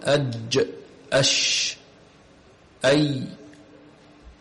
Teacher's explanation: وسط اللسان ويخرج منه الجيم والشين والياء الغير مادية · Term: الأحرف الشجرية